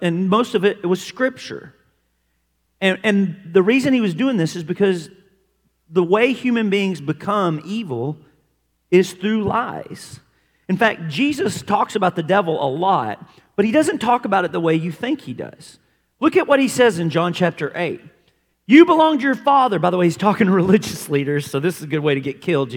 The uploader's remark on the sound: This content was featured at the 2023 Campus Ministry United Workshop: Beautiful Feet. Hosted live at The Crossings Church St. Charles County in O’Fallon, MO, near St.